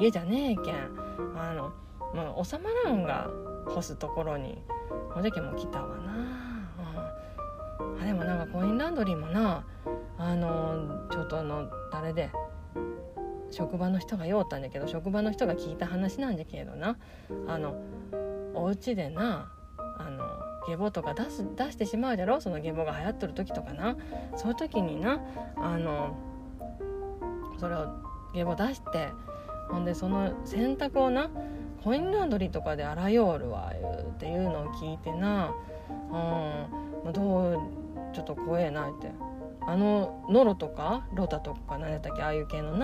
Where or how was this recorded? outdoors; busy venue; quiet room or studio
outdoors